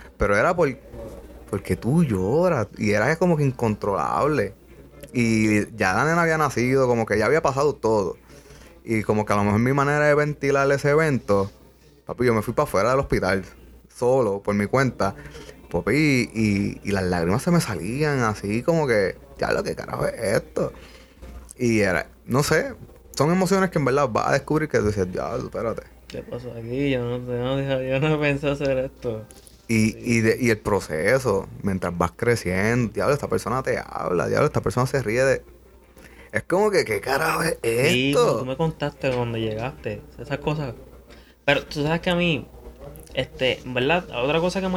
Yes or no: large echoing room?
no